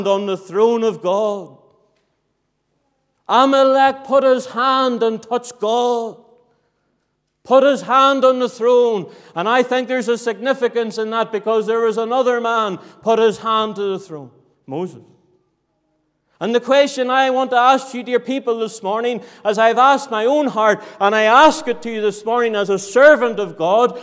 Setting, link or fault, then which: setting, large echoing room